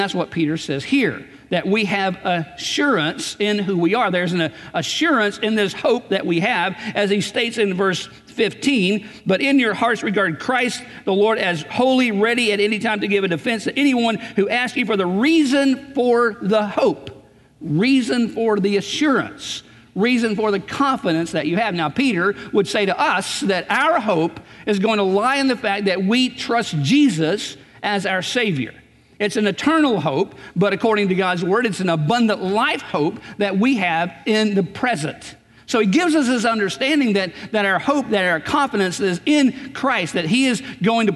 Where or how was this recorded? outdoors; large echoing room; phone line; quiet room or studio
large echoing room